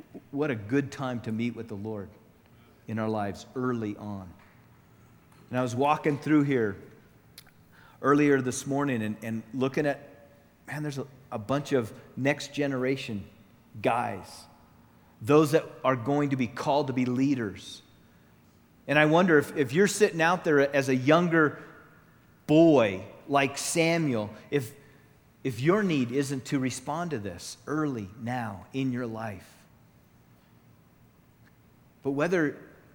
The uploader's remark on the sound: Session 1 from the 2014 Southwest Men's Conference